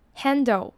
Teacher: handle 的 a 是蝴蝶音 at 的音，就是 apple 的那个 at 音